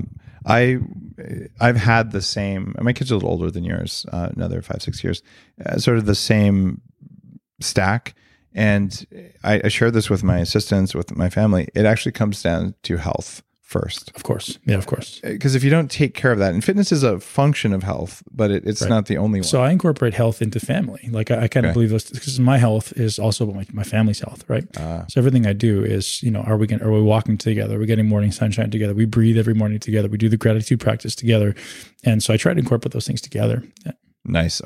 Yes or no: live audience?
no